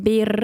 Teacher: Und dann gleichzeitig die Zungenspitze so ein bisschen in Schwingung versetzt und dann eben, also oder man atmet das aus und dann kommt das besser raus. · Term: R vorne